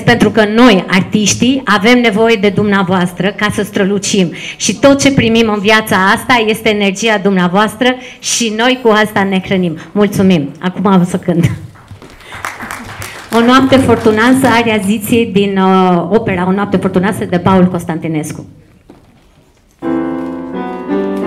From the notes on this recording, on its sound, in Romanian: Înregistrare live din sala AGIR, București.